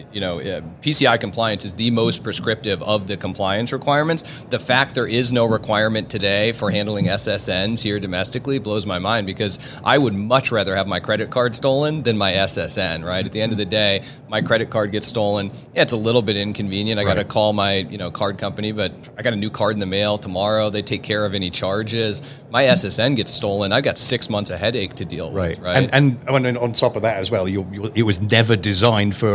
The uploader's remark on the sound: This was recorded at the Money20/20 Show in October 2022